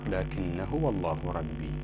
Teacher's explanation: صابرين، بينا هذه المسألة أننا لو وقفنا على لكن يكون بإثبات الألف لكن، لكن في الوصل تهمل الألف تسقط